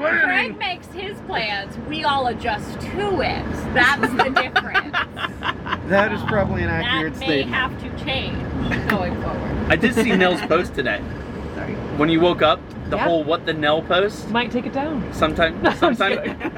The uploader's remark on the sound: recording while skydiving!